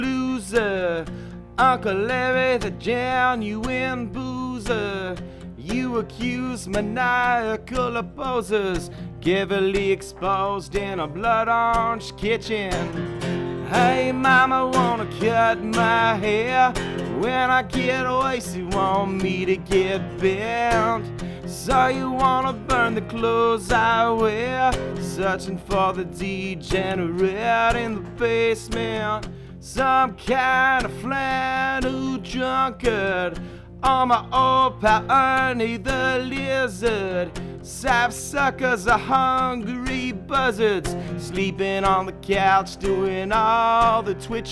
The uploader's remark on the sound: At Flying Dog Brewery for a live acoustic performance and discussion.